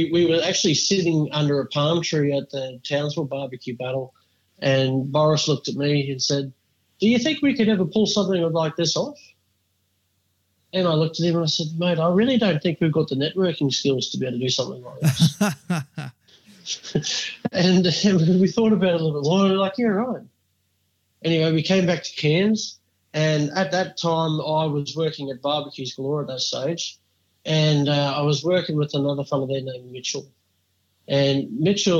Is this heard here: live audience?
no